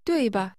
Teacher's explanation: 对吧 is pronounced with a falling tone, followed by a neutral tone.